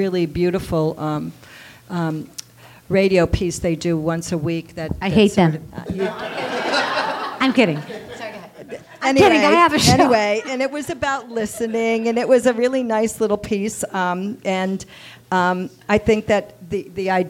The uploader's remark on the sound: Story Smash The Storytelling Gameshow at the Lyric Hyperion Theater. Expert judges comment. The audience laughs.